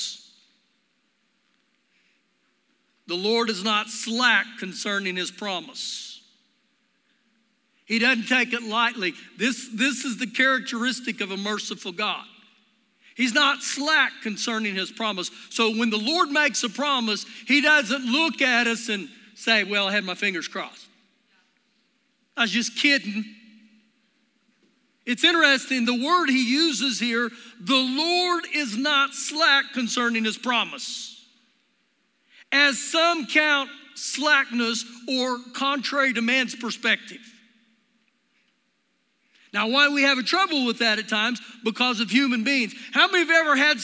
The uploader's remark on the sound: Recorded live during our Sunday morning service